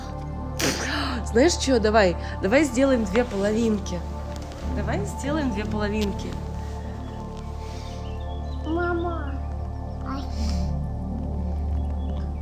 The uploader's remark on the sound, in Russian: Этот выпуск составлен из архивных диктофонных записей. Иногда я фиксирую эти беседы себе на память.